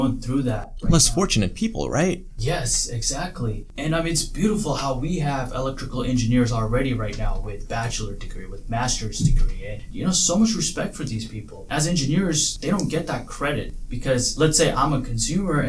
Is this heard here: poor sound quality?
yes